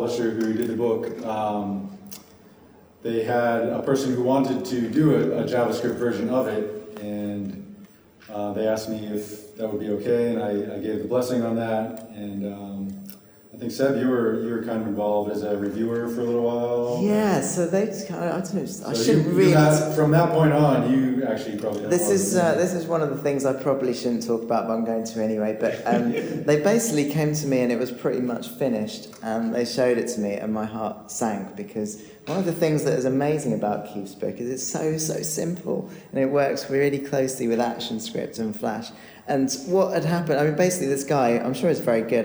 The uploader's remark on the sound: Live from Flash on the Beach!